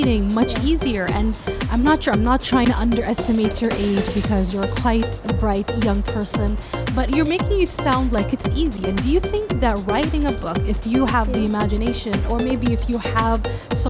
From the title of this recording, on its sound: Live from SIBF 2022